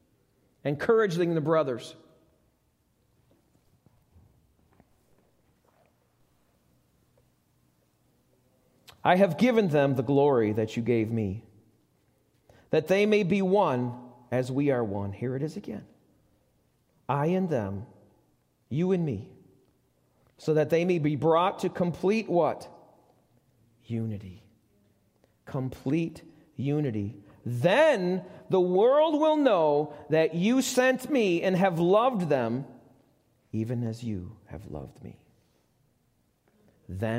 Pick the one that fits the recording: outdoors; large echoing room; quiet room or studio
large echoing room